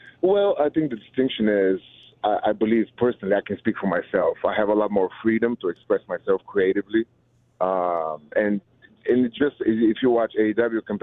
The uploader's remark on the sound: called in to talk